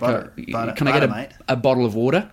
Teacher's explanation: everything seems to kind of go up at the end. Kind of goes up at the end.